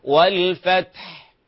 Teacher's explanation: إذا وقفت عليها الحاء ساكنة وفيها همس حاول اظهر الهمس كما اظهرته في الهاء في كلمة واستغفره.